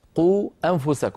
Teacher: فحرف المد والهمزة ملتصقين في النطق كأنه متصل لكنه منفصل باعتباره في كلمتين · Term: المد المنفصل